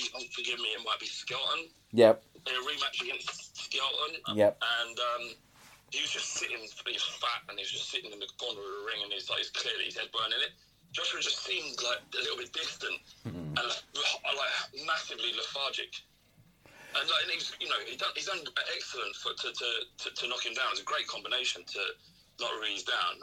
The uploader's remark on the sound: Record from parts unknown but are joined on the phone.